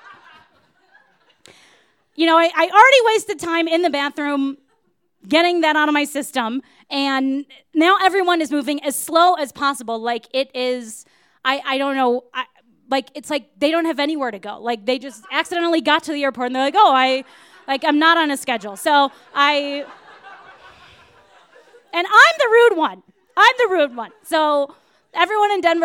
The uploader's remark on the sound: You might notice that our podcast sounds a little bit different! These stories were recorded at The Deer Pile.